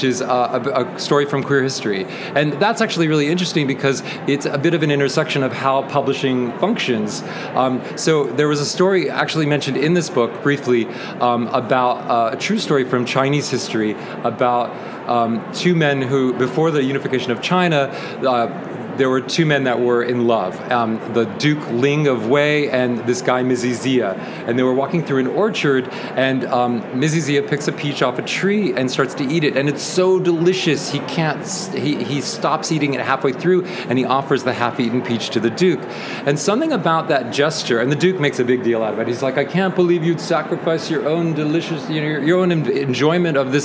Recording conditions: busy venue